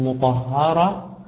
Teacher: لها أحوال أختصرها لك في كلمتين، أن الراء المفتوحة أو المضمومة مثل مطهرة الراء ها هنا مفتوحة فتجب تفخيمها